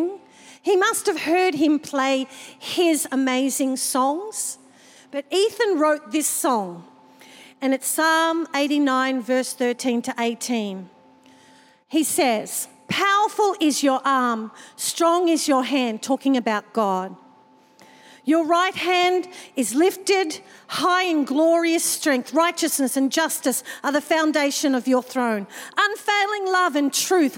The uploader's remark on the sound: This was recorded in our 5pm service on the 8th of Januray, 2023.